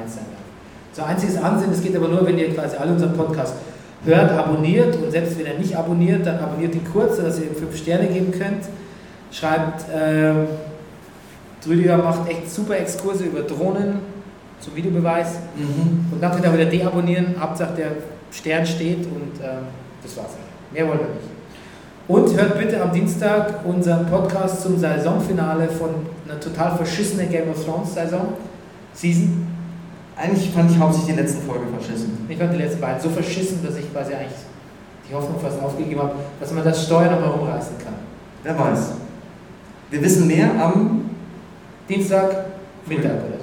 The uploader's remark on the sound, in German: Brennerpass Live aus Neukölln